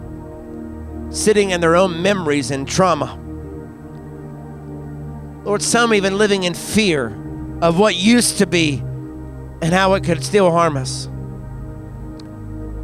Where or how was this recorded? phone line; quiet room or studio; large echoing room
large echoing room